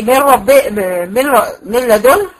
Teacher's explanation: لو النون دي دخلت خالص في اللام زي من رب من لدن، ده ادغام كامل لان النون ملهاش وجود خالص من لدن. واللي بيعرفني ان ده ادغام كامل اني بلاقي على اللام شده.